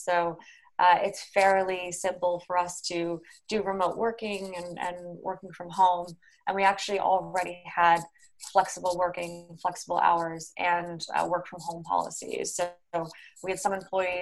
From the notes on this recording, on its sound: Joined over Zoom.